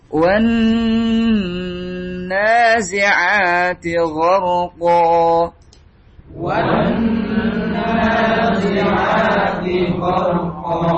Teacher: Idgham syamsi yang dibaca dua harokat hanya pada nun saja. Idgham syamsi atau alif lam syamsiyah yang dibaca dua harokat atau lebih hanya pada nun saja, karena yang lainnya enggak, ya.